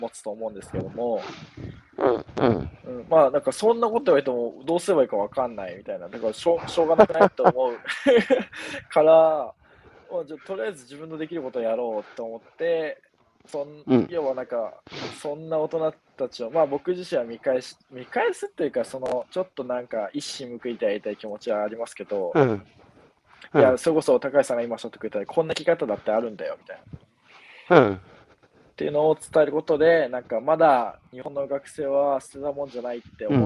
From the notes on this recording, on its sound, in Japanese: 歩きながら1時間、対談する。